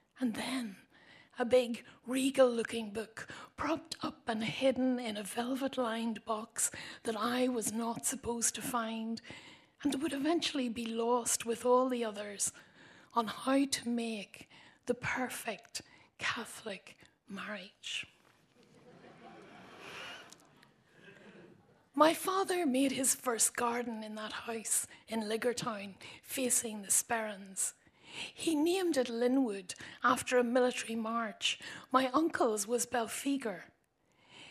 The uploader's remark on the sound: More live recordings from Ballyshannon, Derry and most recently, the Belfast Book Festival at the Crescent Arts Centre, Belfast